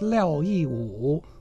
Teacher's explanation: Fourth tone, third tone.